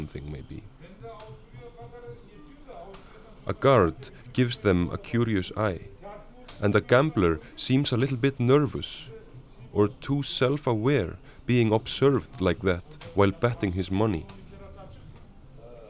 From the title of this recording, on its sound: Field Recording Nr. 2 - Casino (On Board the Grimaldi Lines, Barcelona/Civitavecchia).